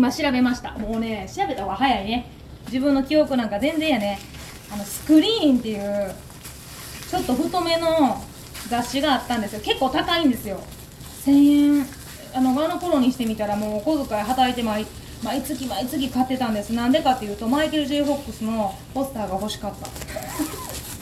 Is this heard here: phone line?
no